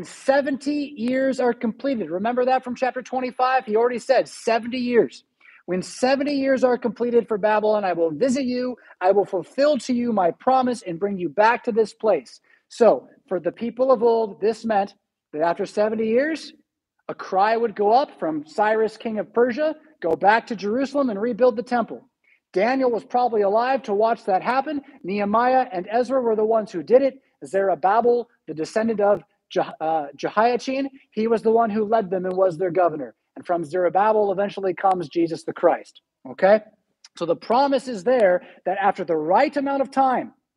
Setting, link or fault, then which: setting, large echoing room